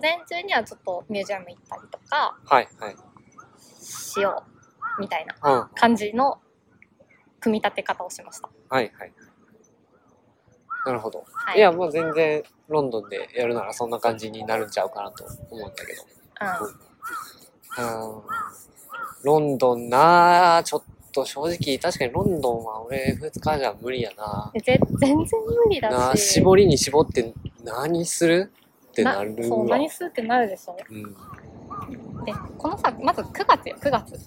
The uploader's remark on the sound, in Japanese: In 奈良公園。対面収録（初！）場所は奈良公園。鹿はめっちゃ泥浴びしてるし、カラスは鳴くし。